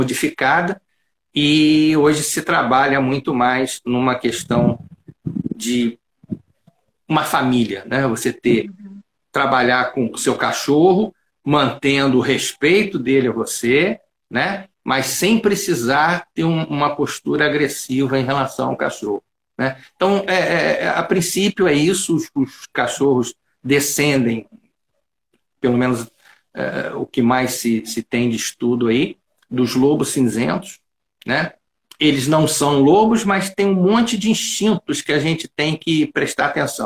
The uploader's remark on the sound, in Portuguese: Áudio da Live feita no Instagram